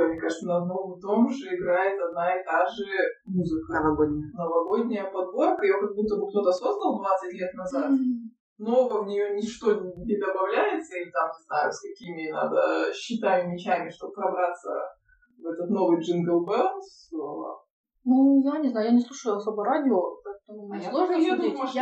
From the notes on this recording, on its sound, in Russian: Звук в выпуске чудит. Не стали рисковать и делать дубль 2.